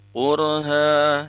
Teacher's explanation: sebagai akhir kalimat dia fathah tanwin sehingga dibaca panjang dua harokat